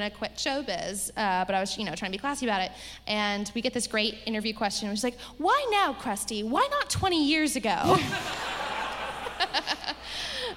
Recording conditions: live audience